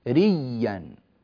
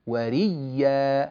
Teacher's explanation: قالون جاء على كلمة رئيا وهمزتها وقعت عينا للكلمة كذلك، فأبدلها وأدغمها فصارت ريا